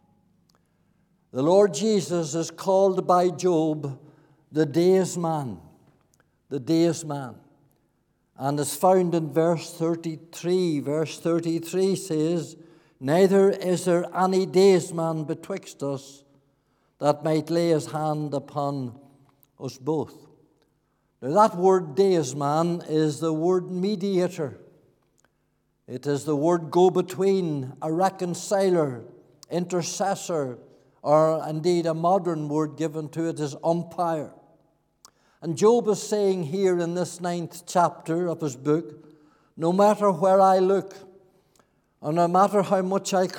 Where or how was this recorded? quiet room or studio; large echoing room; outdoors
large echoing room